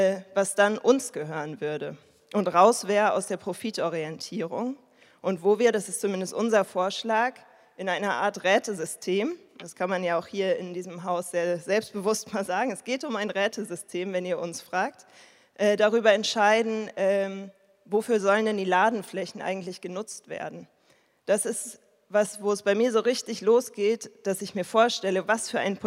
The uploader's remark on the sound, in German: Eine Audio-Aufzeichnung der Veranstaltung zu der Frage «Wie geht es weiter nach dem Erfolg der Kampagne DW enteignen?». Das Gespräch wurde im Dezember 2022 in der Volksbühne aufgezeichnet.